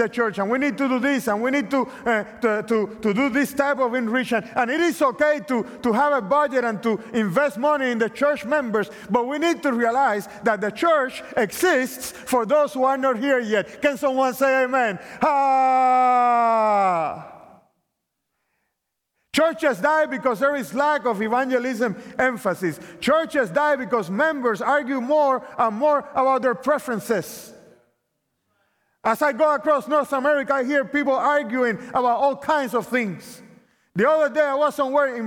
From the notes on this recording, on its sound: opening presentation of the 2023 Propel Conference